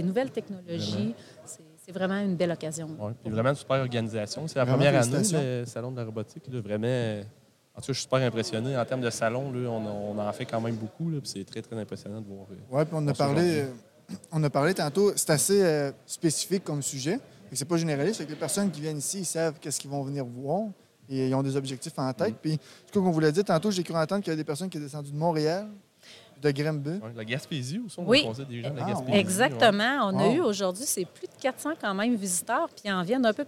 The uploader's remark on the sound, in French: En direct du salon de la robotique et l'automatisation de Ste-Marie